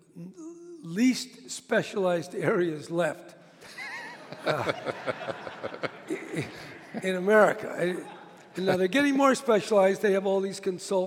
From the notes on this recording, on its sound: (LIVE in San Francisco). Recorded at the Herbst Theatre in San Francisco.